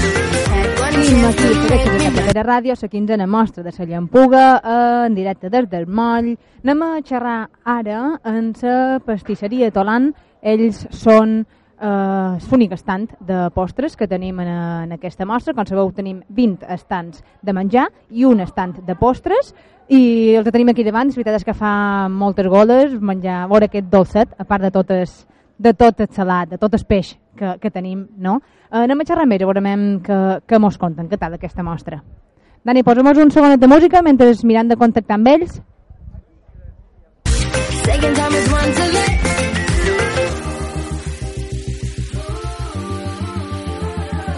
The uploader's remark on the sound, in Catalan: Especial XV Mostra de la Llampuga. Programa en directe des del moll de Cala Rajada.